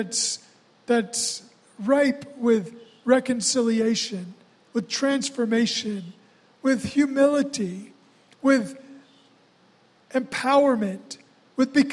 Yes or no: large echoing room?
yes